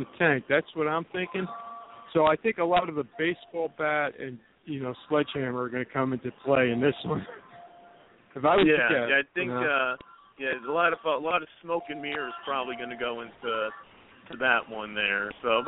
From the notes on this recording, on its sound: Calling in LIVE from the beautiful and luxurious Atlantic City, New Jersey! The phone lines will be open.